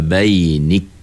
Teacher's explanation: yang pertamanya sifat syiddah, yang keduanya sifat hamas.